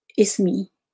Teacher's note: There's a long e at the end, but because it's at the end of the word, it's unstressed, and therefore it's not as long as it could be.